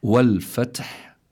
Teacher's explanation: ثم عندنا كذلك الحاء بآخر الكلمة، كذلك من حروف فحثه شخص سكت، كذلك هي من حروف الهمس، فلا بد من جريان النفس عند النطق بالحاء. فإذا عندنا التاء وعندنا الحاء، كلاهما مهموس في هذه الكلمة.